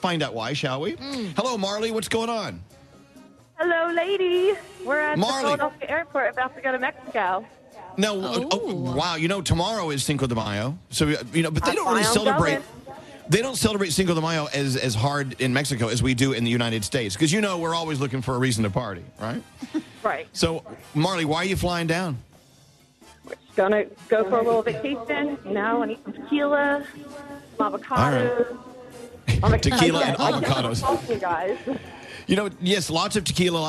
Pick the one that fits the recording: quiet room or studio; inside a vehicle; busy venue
busy venue